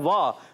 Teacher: ایک الف یعنی دو حرکات کے برابر کھینچ کر پڑیں گے